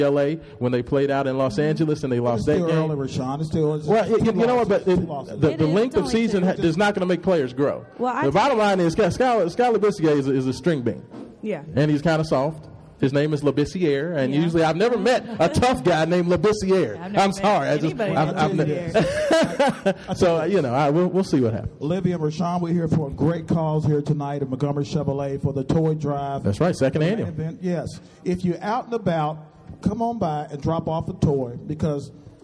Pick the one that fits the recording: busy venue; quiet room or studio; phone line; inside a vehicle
busy venue